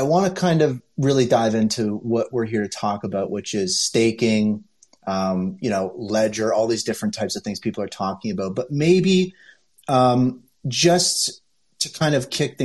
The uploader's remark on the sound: Originally broadcast live on Twitter spaces.